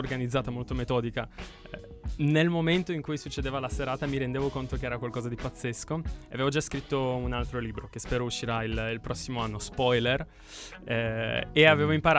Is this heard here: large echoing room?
no